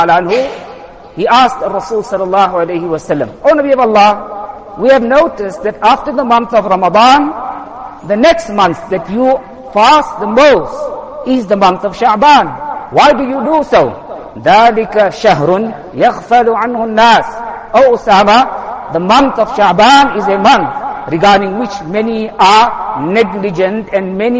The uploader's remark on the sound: Jumuah lecture